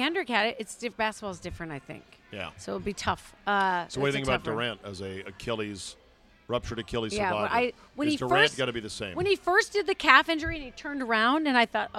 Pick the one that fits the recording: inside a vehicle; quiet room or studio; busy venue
busy venue